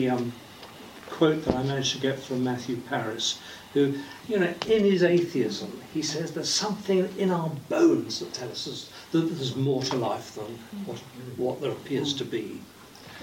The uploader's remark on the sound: Audio from the March 15th book launch